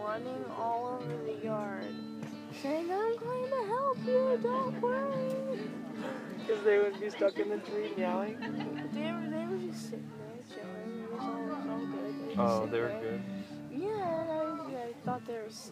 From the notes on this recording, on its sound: Recorded live without explicit permission from the garden during the night sessions of Squidfest 2014. Some of the artists are revealed in the dialogue but I can't make them out.